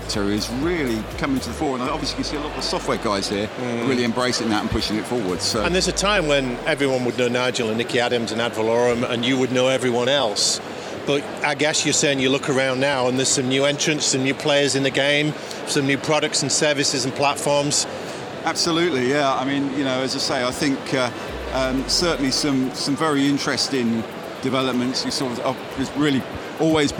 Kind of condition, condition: setting, busy venue